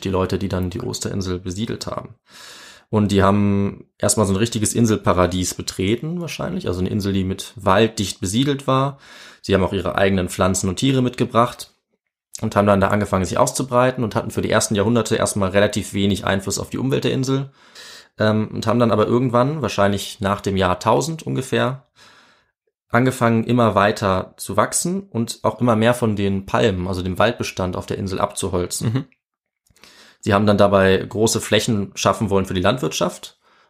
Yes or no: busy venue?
no